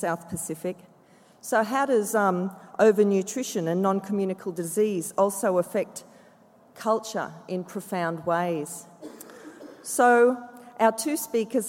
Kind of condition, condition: setting, live audience